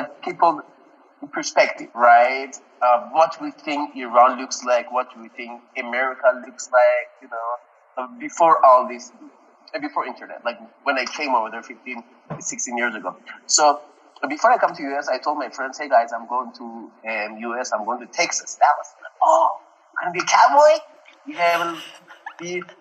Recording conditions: poor sound quality